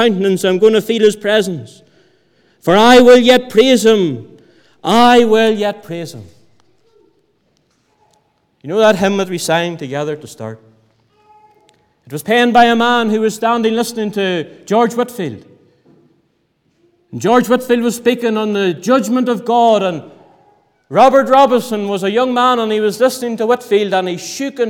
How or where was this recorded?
large echoing room